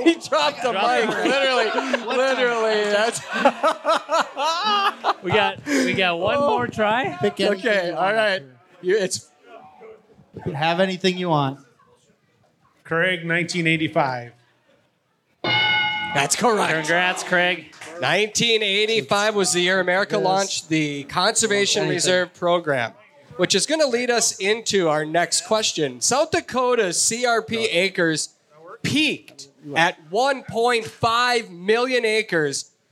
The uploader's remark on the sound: Pheasant Opener LIVE in Sioux Falls. Join us for a LIVE show. Questions from the audience.